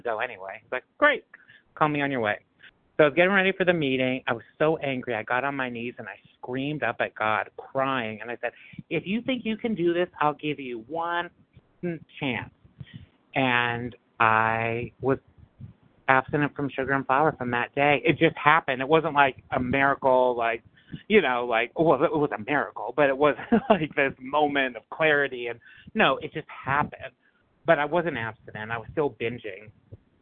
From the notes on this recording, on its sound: 100 Pounders Phone Meeting